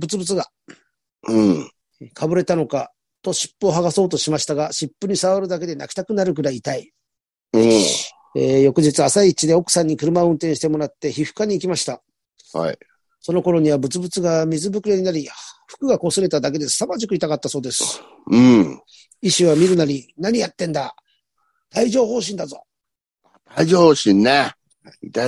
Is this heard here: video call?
yes